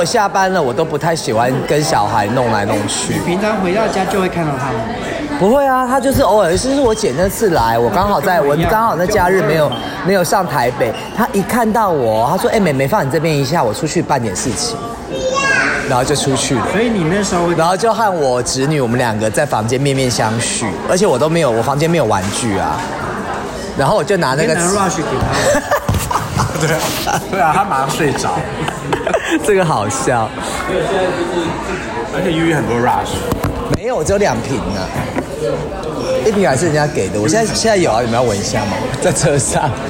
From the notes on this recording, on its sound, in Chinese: 居家與外景錄音,敬請見諒。我的終極夢幻婚禮(現場直擊)。